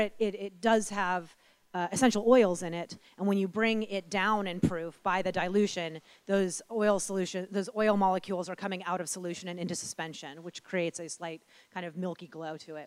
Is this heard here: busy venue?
yes